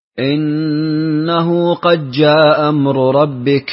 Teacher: البقية يدغمون الدال في الجيم